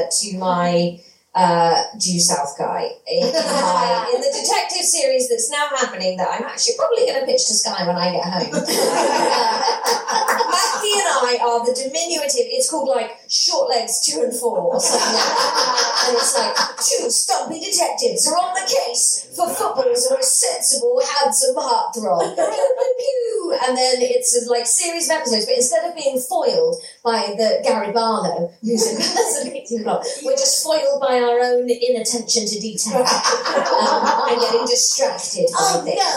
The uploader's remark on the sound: It was recorded at the Brighton Fringe at Sweet Venues, definitely not in a toilet. Apologies that it does sound a little toilety.